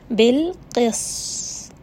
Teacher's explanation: Seen just have that safir, that whistling sound, and then ta is going to have a little bit of that qalqala, and it's also a heavy letter. Bil qis. So you can kind of hear that I'm going from the qaf, then the seen, which is light, and then the heavy ta, which has qalqala.